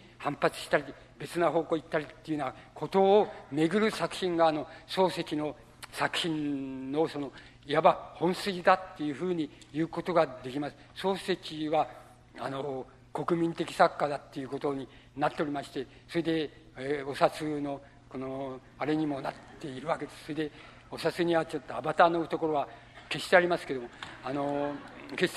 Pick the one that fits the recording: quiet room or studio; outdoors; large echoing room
large echoing room